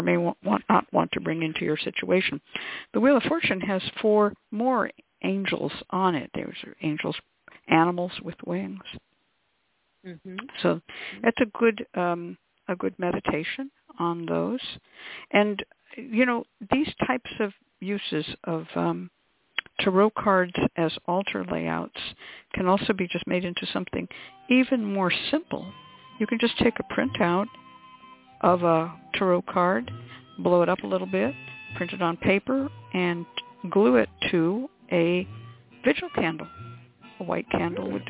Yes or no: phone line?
yes